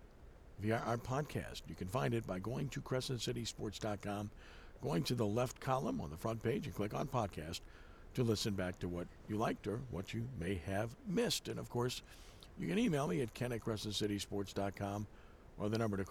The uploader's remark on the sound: live at The 13th annual Allstate Sugar Bowl National Prep Basketball Classic